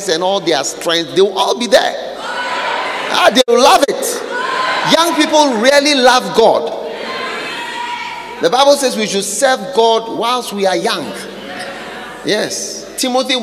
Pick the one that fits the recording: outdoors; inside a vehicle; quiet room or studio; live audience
live audience